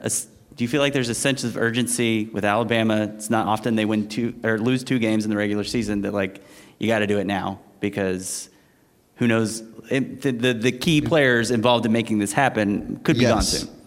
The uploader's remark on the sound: In front of a live audience in Pandora's elegant studios in Midtown Atlanta.